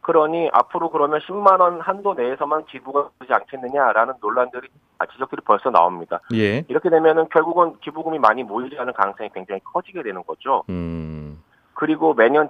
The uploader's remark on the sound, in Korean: (전화 연결)